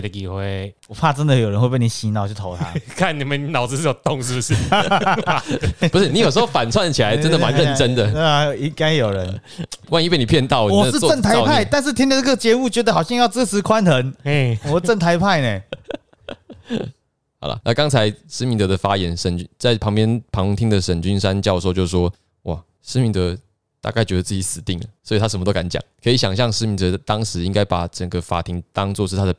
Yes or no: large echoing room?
no